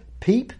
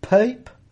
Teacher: the high monophthongs, front and back, becoming diphthongs · Term: Great Vowel Shift